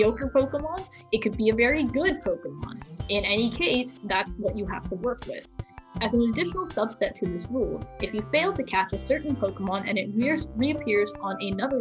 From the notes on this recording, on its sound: I also apologize for the muffled audio.